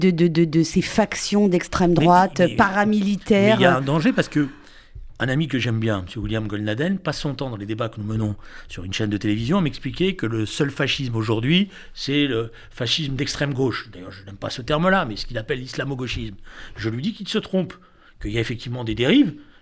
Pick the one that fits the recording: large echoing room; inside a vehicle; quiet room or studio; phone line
quiet room or studio